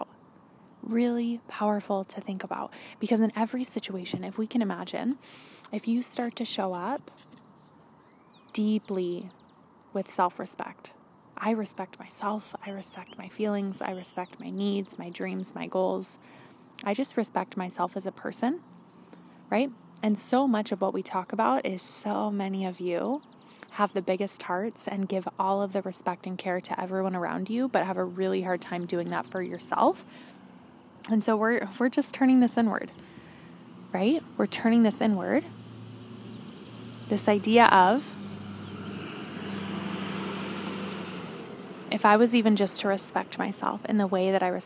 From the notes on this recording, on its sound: This was recorded outside, so please forgive some of the background noise.